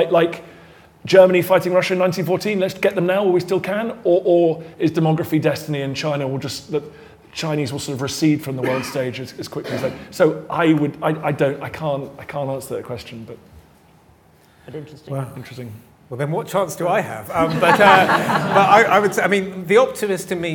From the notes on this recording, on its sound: Live at the IfG Conference 2023. In a special live edition.